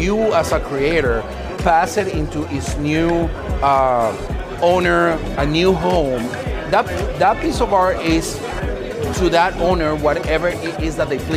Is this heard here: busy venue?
yes